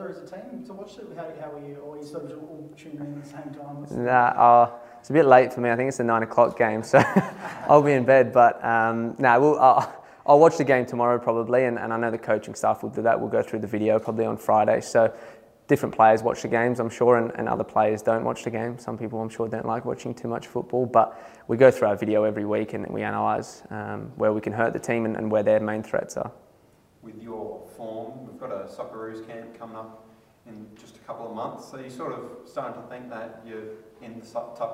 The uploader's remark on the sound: Press Conference | Matchweek 14.